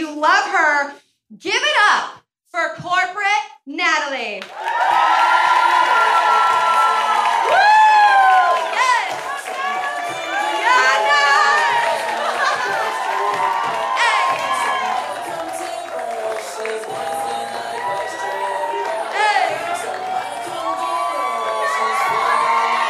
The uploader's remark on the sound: Real Pod LIVE from Hollywood Improv!